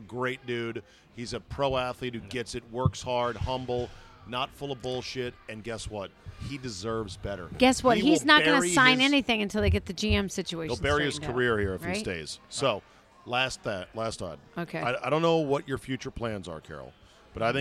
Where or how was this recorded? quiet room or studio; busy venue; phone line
busy venue